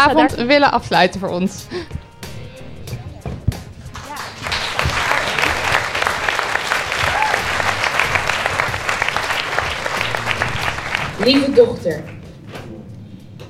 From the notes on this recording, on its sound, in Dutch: Live vanuit de Melkweg. In deze bonus aflevering nemen we je mee naar de Melkweg in Amsterdam, waar we op internationale vrouwendag live een aflevering opnamen.